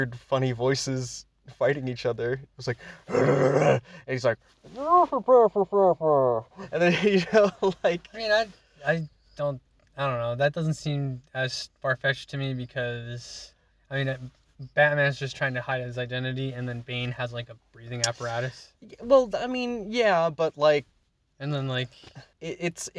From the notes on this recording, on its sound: We review the batman movie in my car after just watching it in theaters.